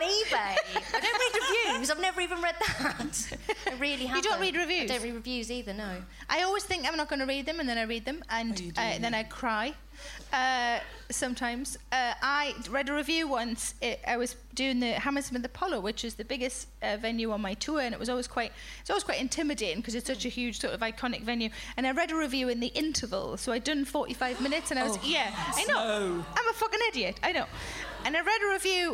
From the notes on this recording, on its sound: Recorded at the Firebug, Leicester on February 11, 2017, as part of the Leicester Comedy Festival.